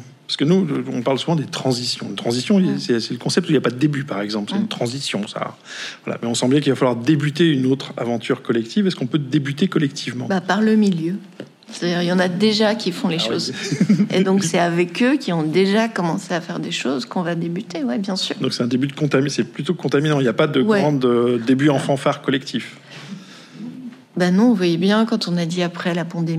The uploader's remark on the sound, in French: Conférence enregistrée à Cap Sciences Bordeaux le 23 Octobre 2023.